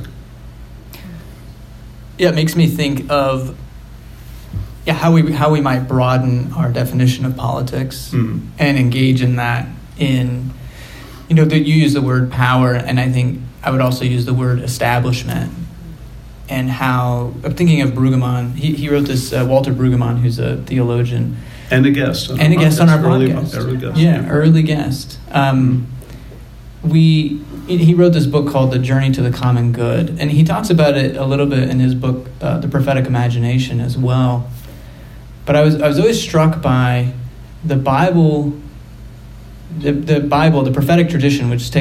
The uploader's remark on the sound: LIVE From Penn State University. To record an episode of The Bible for Normal People in front of a live audience.